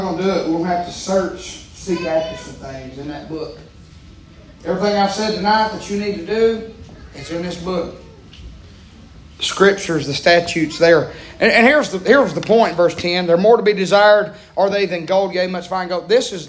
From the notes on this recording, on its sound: Preaching live from Still Water Baptist Church.